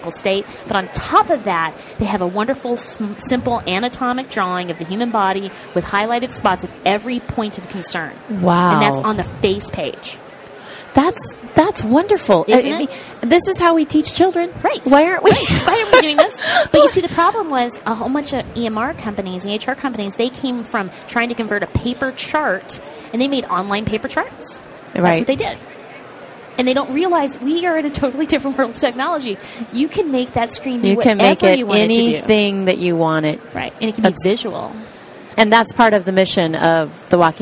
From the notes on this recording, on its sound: The episodes were broadcast live in CTGHS’s booth at the The HIMSS15 Annual Conference and Exhibition. Live from the HIMSS 15 Exhibition floor in Chicago.